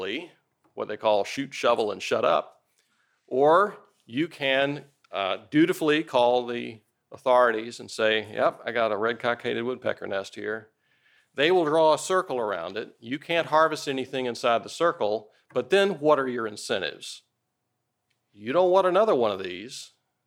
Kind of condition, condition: setting, large echoing room